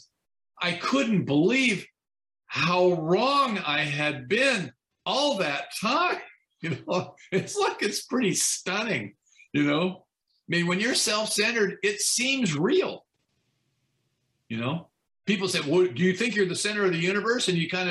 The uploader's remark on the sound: From Torrance California is sharing on the topic of Step 12 at the Broken Elevator zoom meeting.